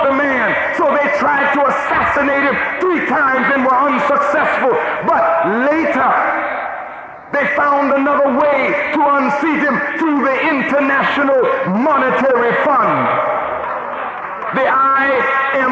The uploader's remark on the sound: This edition was taken from the lecture dated July 22, 1985 at the Washington D. Convention center.